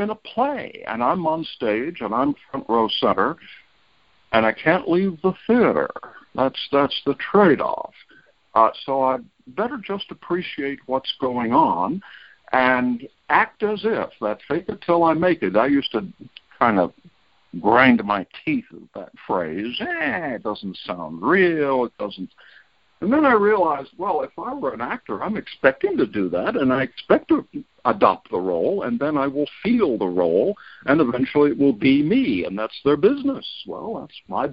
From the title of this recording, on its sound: Monday Noon Phone Speaker Series